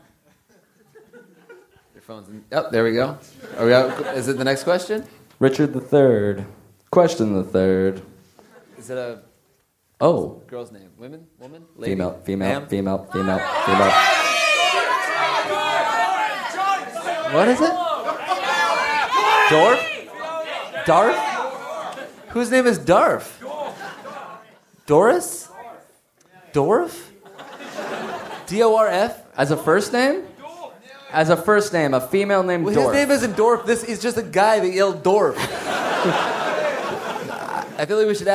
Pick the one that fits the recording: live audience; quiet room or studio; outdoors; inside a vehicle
live audience